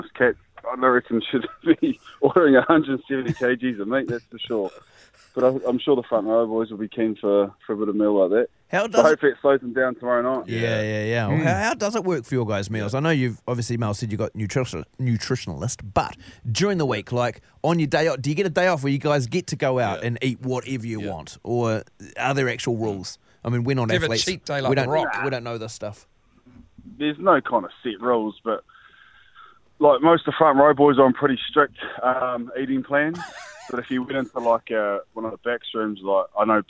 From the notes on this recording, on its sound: We were joined on the phone